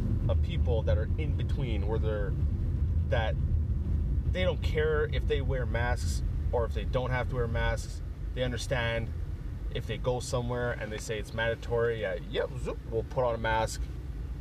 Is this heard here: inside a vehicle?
yes